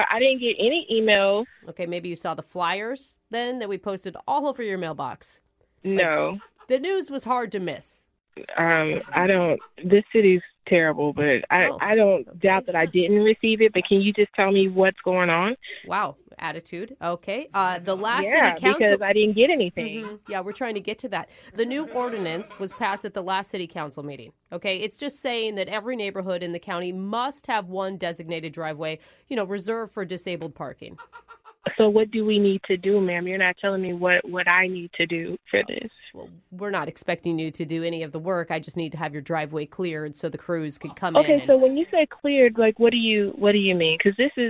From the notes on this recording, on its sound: In today's Phone Tap we’re calling a woman